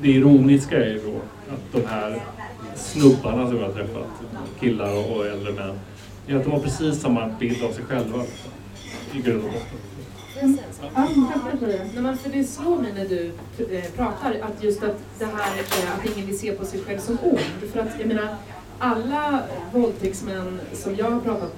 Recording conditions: background noise